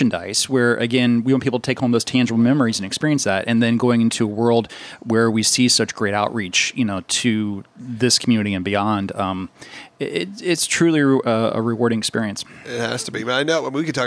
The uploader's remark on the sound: We interview so many great guests LIVE from Disney's Riviera Resort.